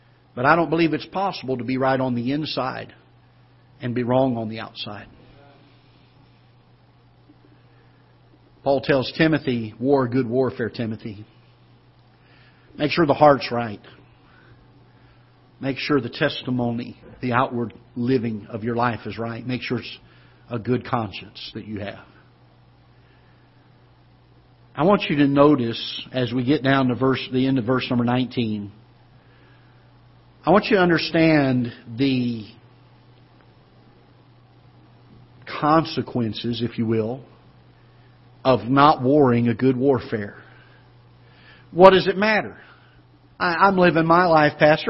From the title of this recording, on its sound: Ketha Heights Baptist Church ~ Live Broadcast